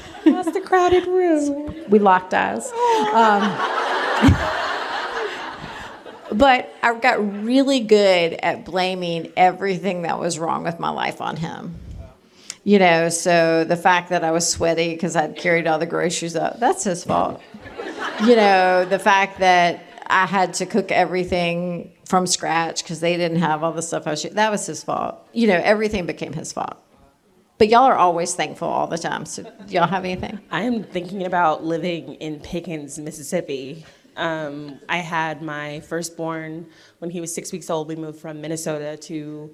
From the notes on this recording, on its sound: Recorded live at TGCW22 in Indianapolis.